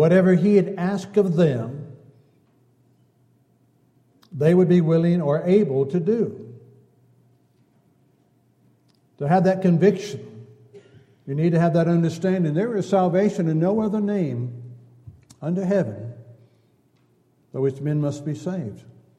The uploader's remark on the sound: Downtown Church Of Christ Audio Sermon